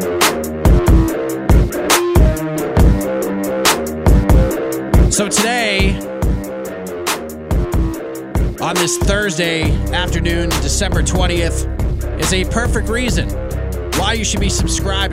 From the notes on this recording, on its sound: Oh yeah, this was recorded on the drive to school for pickup.